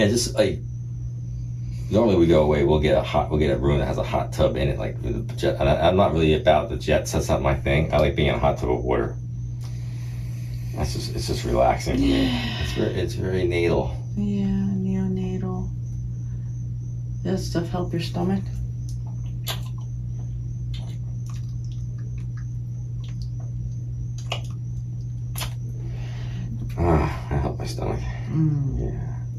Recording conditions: sounds in the background